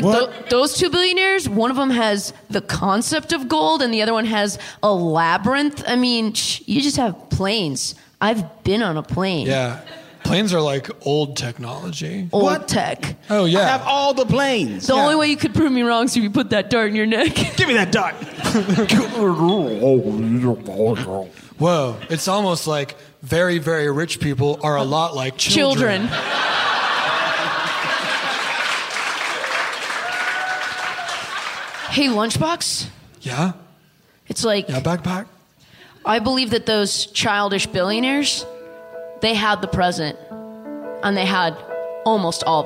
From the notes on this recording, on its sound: live from the 21st Del Close Marathon in Los Angeles